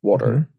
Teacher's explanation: in American, if you say water, you have like sort of a D instead of a T sound